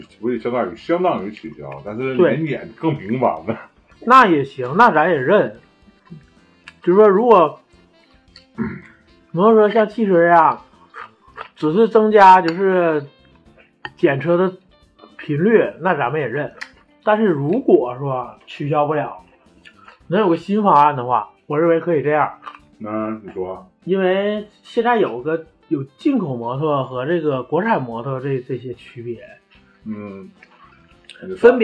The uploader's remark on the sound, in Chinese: 本期为2022春节前由手机临时录制，请谅解